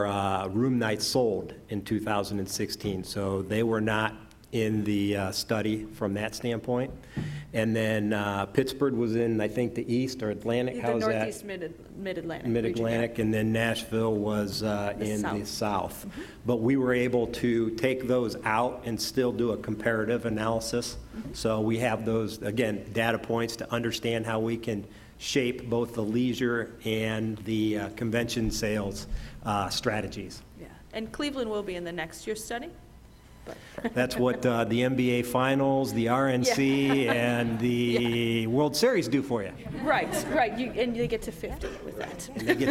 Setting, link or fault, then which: setting, live audience